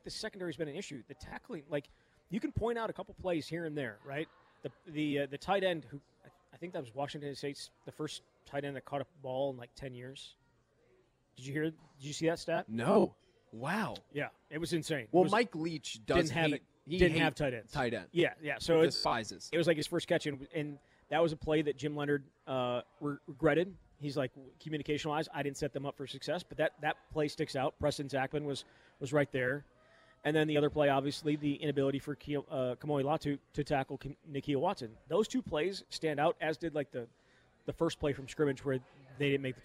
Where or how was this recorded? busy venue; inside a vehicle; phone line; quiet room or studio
busy venue